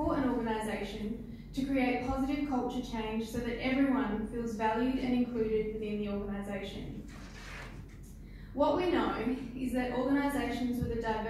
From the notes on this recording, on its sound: at the 2019 Rotary District 9500 Conference.